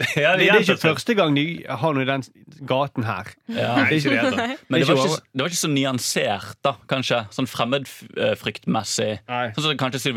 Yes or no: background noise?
no